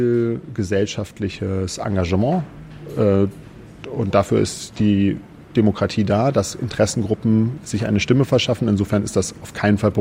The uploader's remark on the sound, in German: In der Ocelot-Buchhandlung (Berlin, Brunnenstraße) aufgezeichnet.